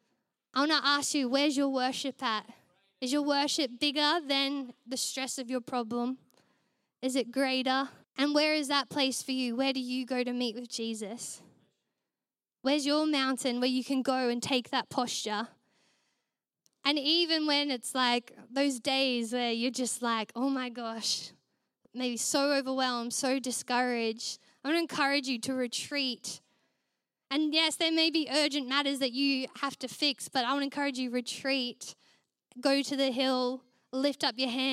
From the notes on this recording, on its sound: Recorded during our Melbourne East service on Sunday, the 17th of September 2023.